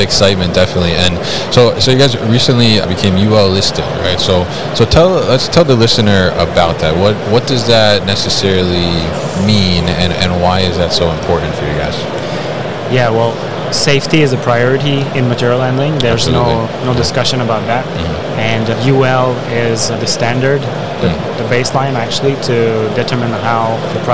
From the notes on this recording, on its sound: UgoWork at MODEX 2022